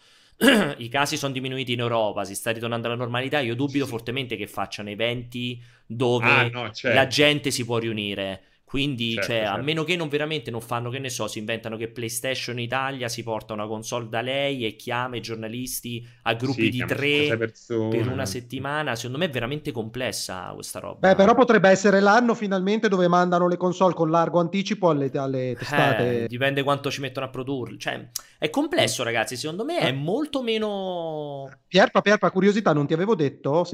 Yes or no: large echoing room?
no